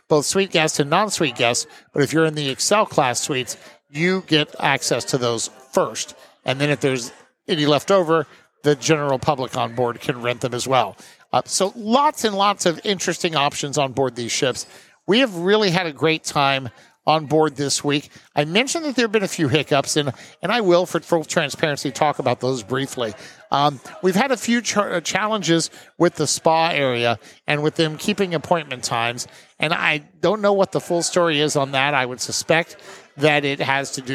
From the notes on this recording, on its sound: Recorded live onboard the maiden voyage of Carnival Jubilee